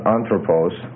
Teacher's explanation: Now one thing you're going to notice about a word like anthropos is the accent's going to shift. It starts out as anthropos, with the stress on the first syllable